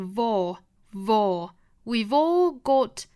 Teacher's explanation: we 读完之后再去加一个小小的上排牙齿摩擦下唇的这个 v 的一个动作就可以了